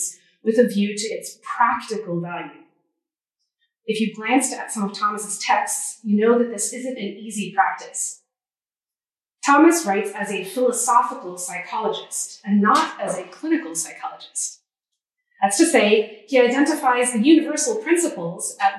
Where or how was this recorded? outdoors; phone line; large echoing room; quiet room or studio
large echoing room